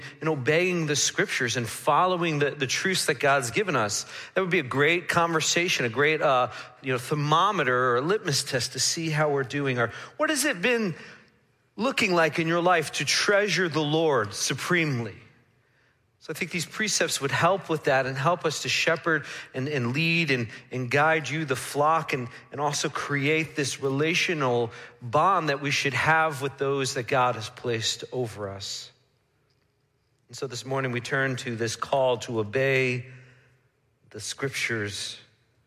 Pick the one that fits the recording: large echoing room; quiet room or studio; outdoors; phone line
large echoing room